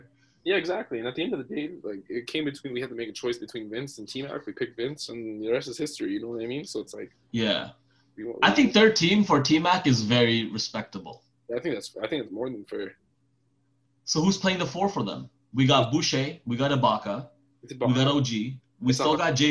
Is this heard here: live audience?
no